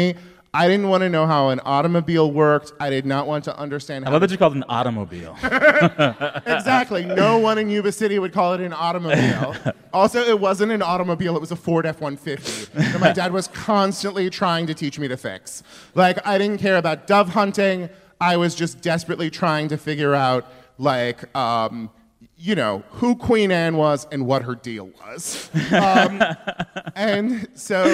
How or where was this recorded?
live audience